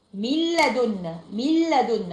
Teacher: كان اللام خدت مكان النون الساكنه بقت مل، ميلادن، ميلادن، مفيش غنه، ميلادن على طول. · Term: ادغام كامل بدون غنه